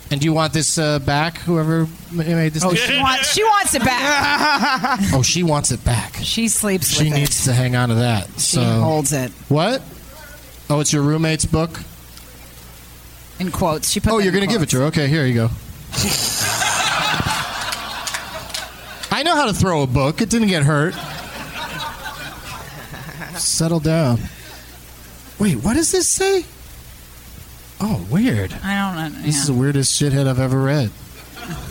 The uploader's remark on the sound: Live from Hyenas Comedy Club in Dallas, TX